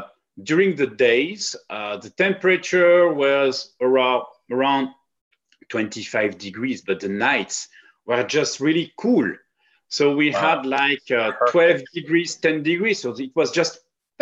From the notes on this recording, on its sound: over Zoom